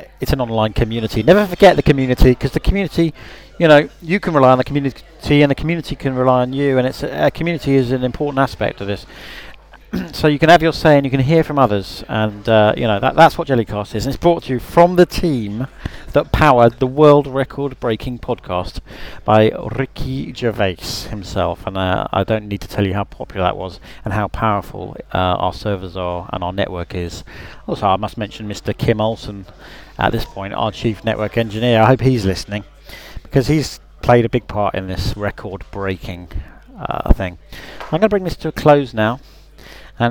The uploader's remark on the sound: Live from a recent Jellycast promotional event